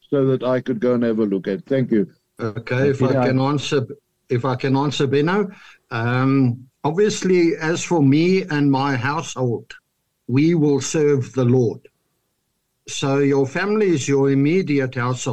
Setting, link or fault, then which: link, video call